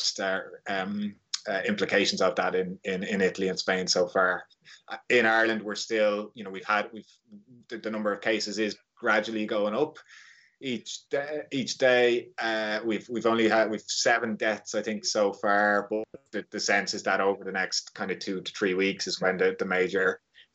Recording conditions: video call